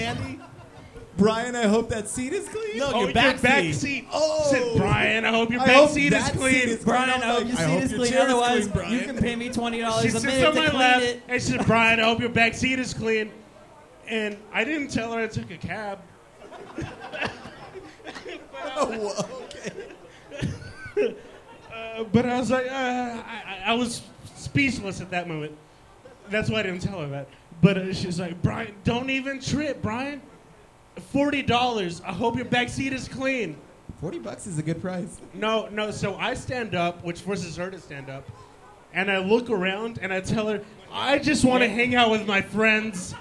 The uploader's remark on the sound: Go live from 10 Sports Bar and Grill and keep things loose.